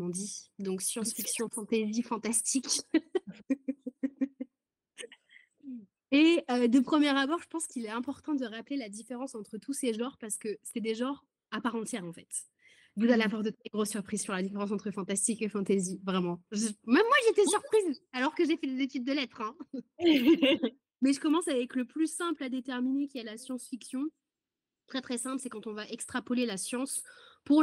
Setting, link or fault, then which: link, video call